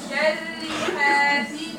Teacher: لان السين مكسوره استعجلت على كسر السين فاصبح الحاء عندك فيها تقليل